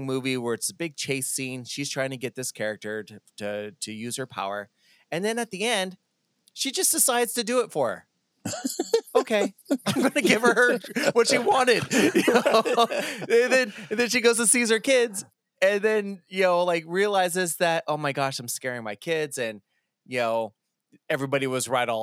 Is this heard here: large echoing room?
no